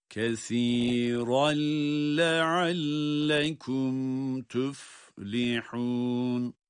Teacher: Burada كَثِيرًا derken de idgamı bilağunne olarak, yani sanki lam harfi şeddeliymiş gibi, كَثِيرًا لَعَلَّكُمْ تُفْلِحُونَ تُفْلِحُونَ.